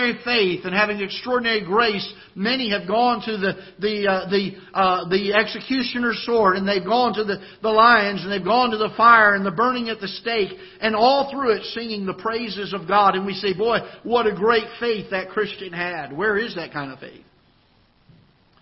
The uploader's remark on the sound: Ketha Heights Baptist Church ~ Live Broadcast.